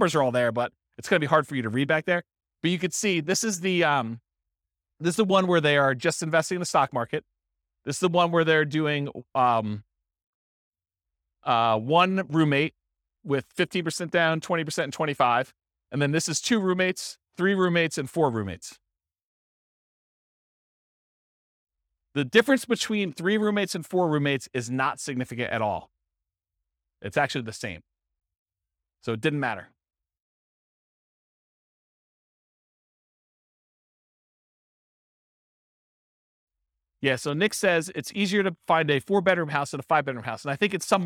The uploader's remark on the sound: This was a live class recorded